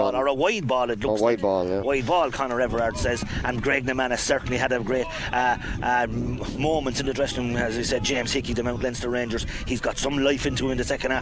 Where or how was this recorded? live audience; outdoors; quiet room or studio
outdoors